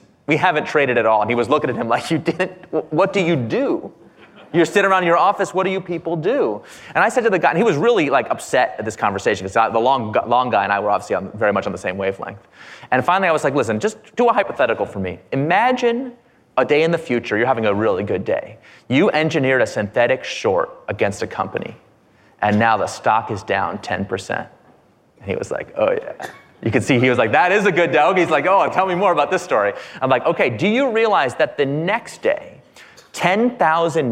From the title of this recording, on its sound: Live at Code 2019